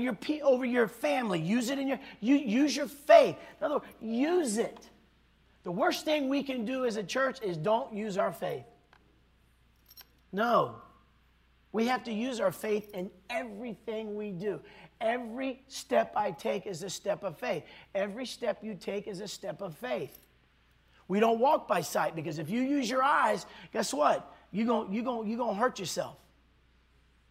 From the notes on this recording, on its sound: this was recorded on Saturday at Abundant Living Ministries